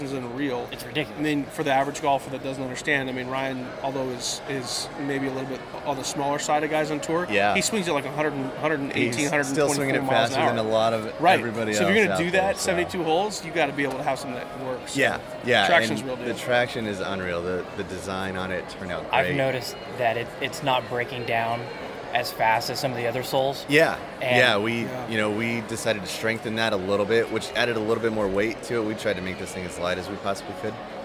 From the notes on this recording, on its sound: Las Vegas PGA Show Interviews. I was a little nervous about how the audio would come out, but that’s is why you invest, heavily at times, in solid equipment! We had a blast walking the floor of the show at the Venitian and at the last minute, I decided to grab our audio recorder and bring it along. The audio came out great.